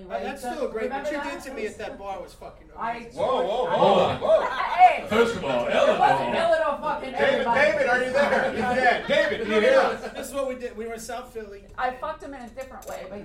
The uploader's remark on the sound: We're live in The Belly Room for Netflix Is A Joke: The Festival and we have a jam-packed show.